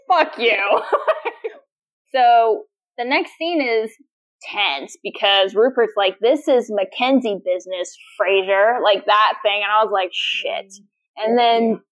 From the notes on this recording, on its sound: Please excuse the lesser audio quality, we were experiencing technical difficulties during the recording process.